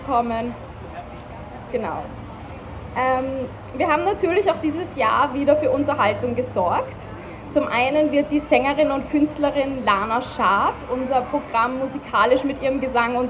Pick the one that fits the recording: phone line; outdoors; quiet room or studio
outdoors